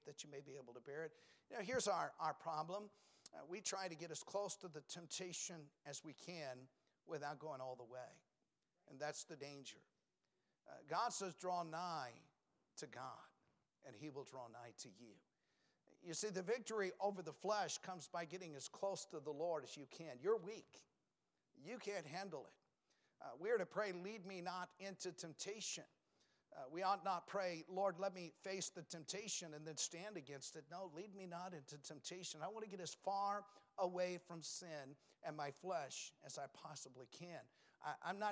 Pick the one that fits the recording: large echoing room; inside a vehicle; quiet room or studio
large echoing room